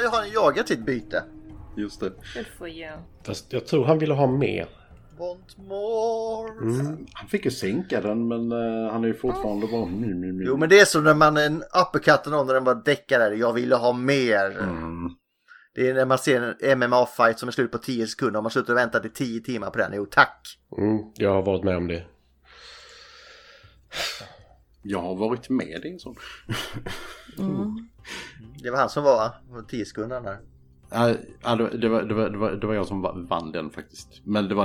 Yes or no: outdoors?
no